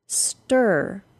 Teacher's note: It is pronounced straight from the T sound to the R sound.